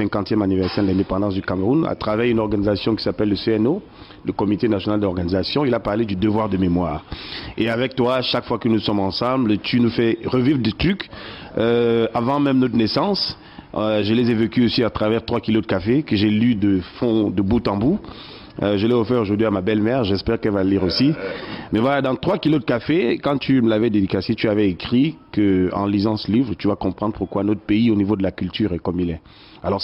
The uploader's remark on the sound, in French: Cet entretien a été enregistré à Londres en 2010 lors du 50e anniversaire du Ronnie Scott’s, un cabaret mythique de jazz